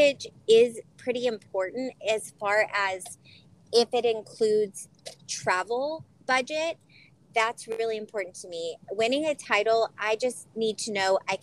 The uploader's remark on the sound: Was in the car for this one, so it’s raw and real, but so much fun!